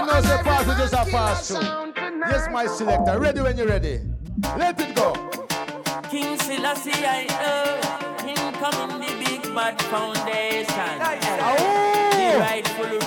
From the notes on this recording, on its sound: this is the Audio of the Dance